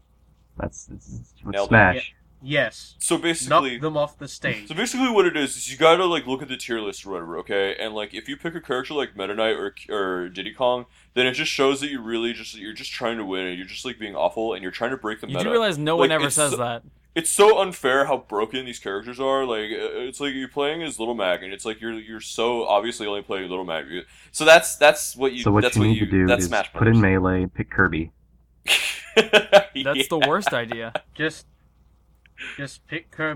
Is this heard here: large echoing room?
no